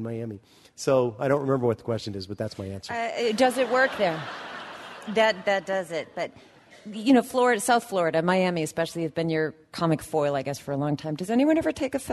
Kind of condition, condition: setting, live audience